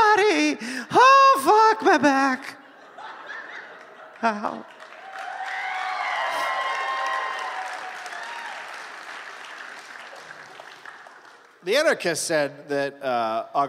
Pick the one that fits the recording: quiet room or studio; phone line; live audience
live audience